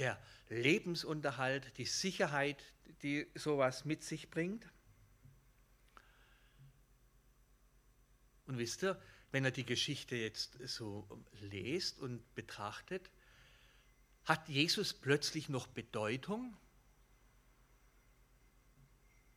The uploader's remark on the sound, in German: Gottesdienst